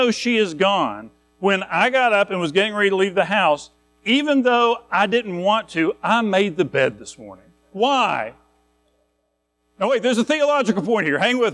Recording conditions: large echoing room